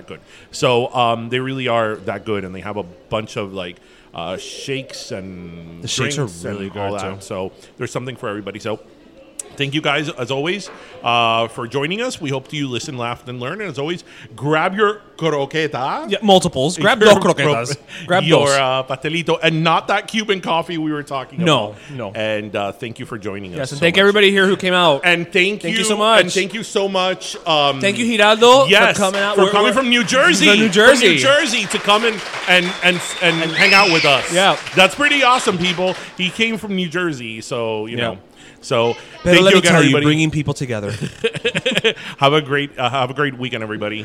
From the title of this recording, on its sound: we’re live from Dos Croquetas!!!